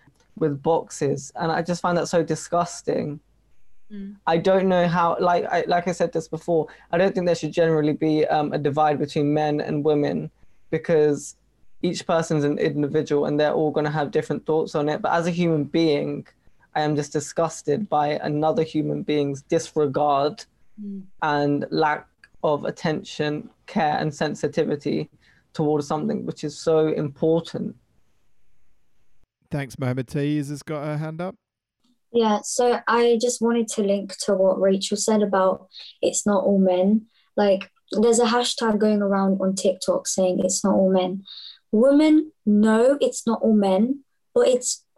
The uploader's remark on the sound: 'The Realist’ is a project conceived to explore bridging the distance between us during lockdown through audio. During our sessions (held via Zoom).